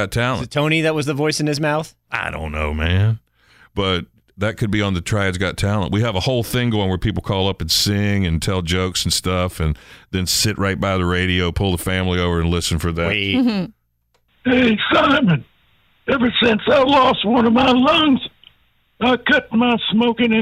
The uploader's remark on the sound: The phone calls get a little weird.